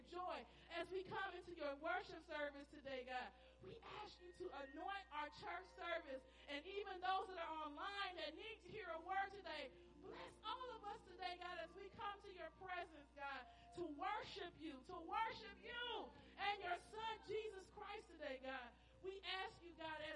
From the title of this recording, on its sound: Praise and Worship Service New Life At Calvary - Audio